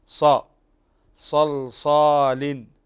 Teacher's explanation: فالصاد عندنا هنا من حروف التفخيم وهو كذلك مستعل ومطبق